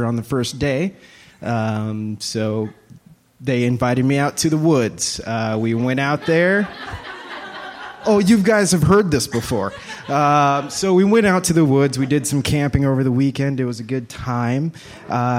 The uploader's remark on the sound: Audience members step up to the stage to share their tales from the tour!